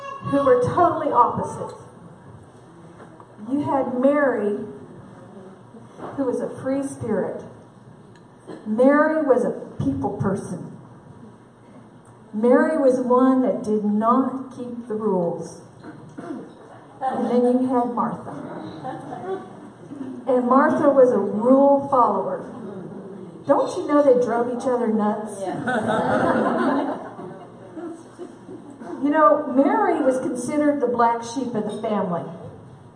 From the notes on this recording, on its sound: at our 2017 Women's Conference Luncheon